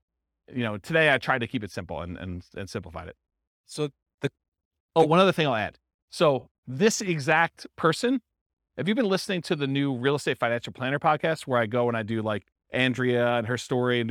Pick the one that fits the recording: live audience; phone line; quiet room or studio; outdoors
live audience